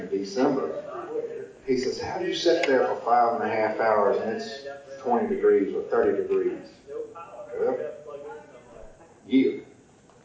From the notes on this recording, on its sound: Seminar from 2018 NWTF Convention. I have the recording from the turkey dogging seminar from the 2018 NWTF Convention and Sports Show in Nashville.